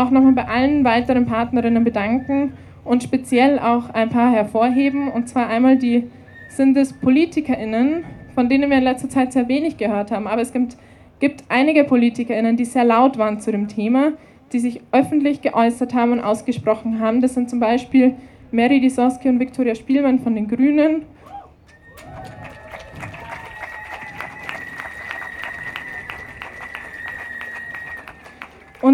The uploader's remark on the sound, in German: Kundgebung vor …-Konzert in Wien. Rund 1200–1800 Personen demonstrieren in Wien vor dem …-Konzert gegen sexualisierte Gewalt. Unbearbeitete Aufnahme der Reden auf der Kundgebung (aus urheberrechtlichen Gründen ohne Musikbeiträge).